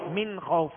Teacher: نون ساکن کے بعد خا ہے، خا کون سے حروف میں سے، حروف حلقی میں سے، لہذا یہاں پر اظہار کریں گے، غنہ نہیں کریں گے